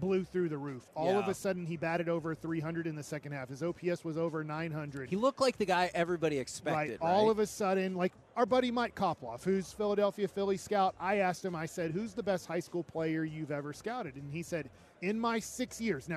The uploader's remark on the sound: LIVE from Radio Row in Las Vegas!